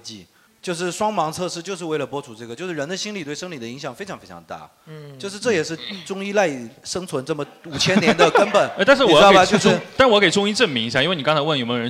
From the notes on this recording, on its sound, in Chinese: 到场的各位医生们给现场观众问诊